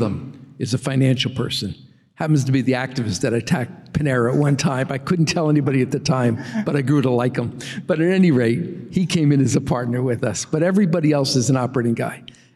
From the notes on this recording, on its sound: At a live Motley Fool member event in New York.